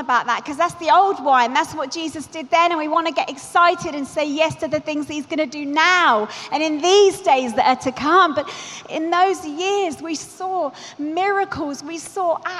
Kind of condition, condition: setting, busy venue